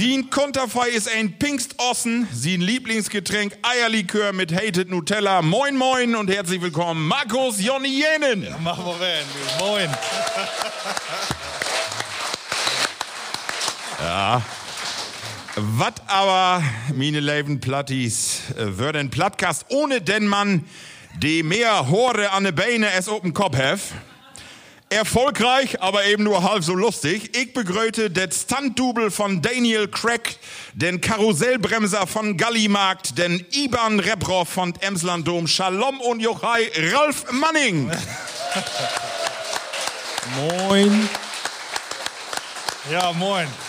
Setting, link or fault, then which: setting, live audience